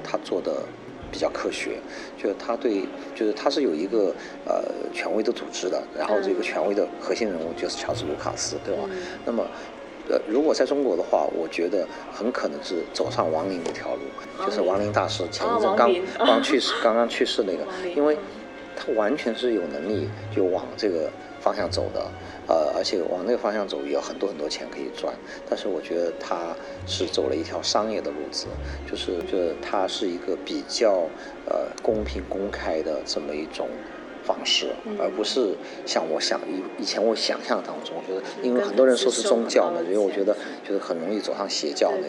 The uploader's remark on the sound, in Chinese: 我们在佛罗里达奥兰多的星战全球粉丝大会的现场